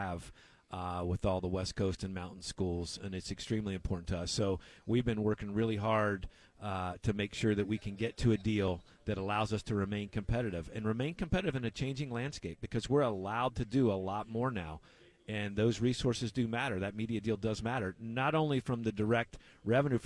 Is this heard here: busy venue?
yes